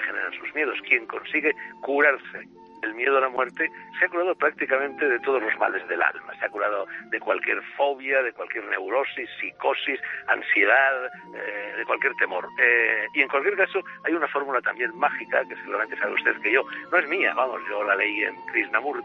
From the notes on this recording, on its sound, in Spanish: Entrevista telefónica